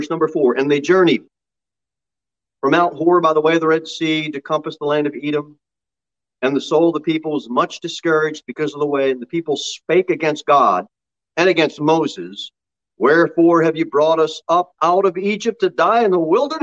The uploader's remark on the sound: Sermon delivered at the Pilgrim Baptist Church